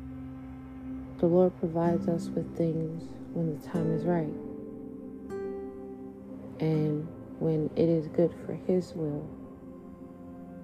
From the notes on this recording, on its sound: Sorry for the background noises